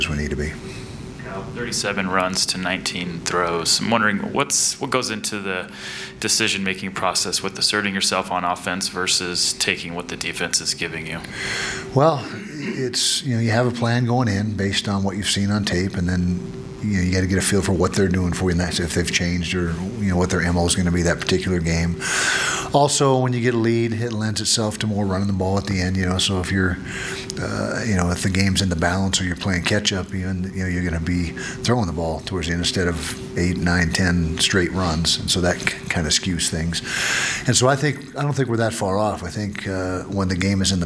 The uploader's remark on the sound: Press Conference - September 9, 2019